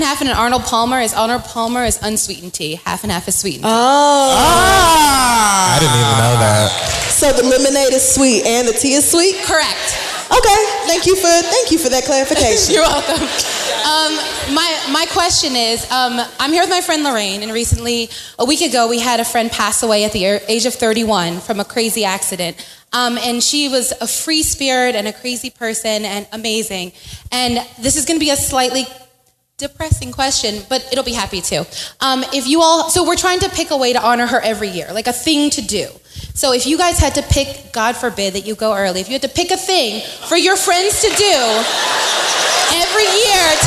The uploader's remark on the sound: Live from Baltimore